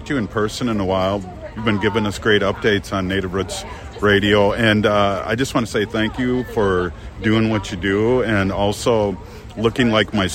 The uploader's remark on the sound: reports live from the 2023 Minnesota State Fair